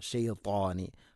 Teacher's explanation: ത ഉച്ചരിക്കുമ്പോഴും നാവിൻ്റെ മധ്യം മണ്ണാക്കിലേക്ക് ചേർന്ന് നിൽക്കണം, ഉയർന്നാൽ പോരാ ചേർന്ന് നിൽക്കണം, അതാണ് ഇത്തുബാക്ക് എന്ന സിഫത്ത്.